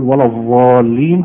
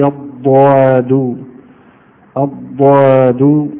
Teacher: هي الضاد تخرج من حافة اللسان، من حافة وسط اللسان مع ما يقابله من الأضراس العليا · Shown in: second take